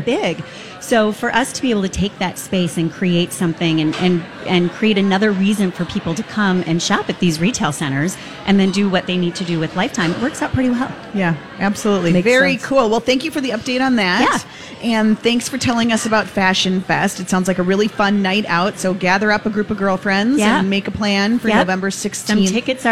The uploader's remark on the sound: Live at the General Store of Minnetonka